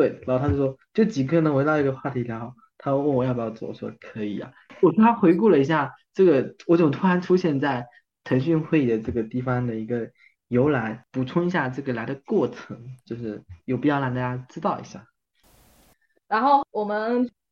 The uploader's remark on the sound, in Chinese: 录制当天有人加班，有人设备出错，有人得了重感。录制后发现，好多难剪的口癖、抢话以及扯七扯八。